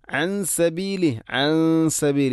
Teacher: ഇഖ്ഫാവും ബിഗുന്ന അവിടെ നൂനിനെ അവ്യക്തമാക്കി മണിക്കണം